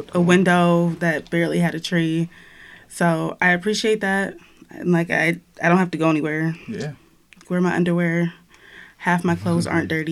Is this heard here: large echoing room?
no